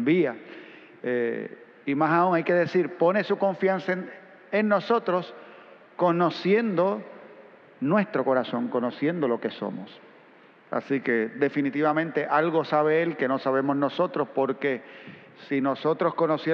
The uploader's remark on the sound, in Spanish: Grabada en la celebración eucarística dominical en nuestro Santuario el sábado 2 a las 6:00 P.M.